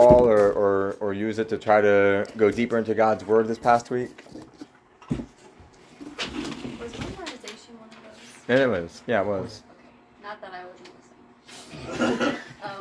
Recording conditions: poor sound quality